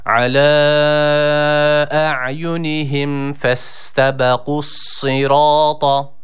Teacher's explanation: Ardından gelen ra harfimiz kalın, a sesi veriyoruz ve bir elif miktarı uzatıyoruz. Ve son kelime olan tı harfi de üstün bir hareke aldığı için yine burada a sesi vereceğiz, kalın bir harftir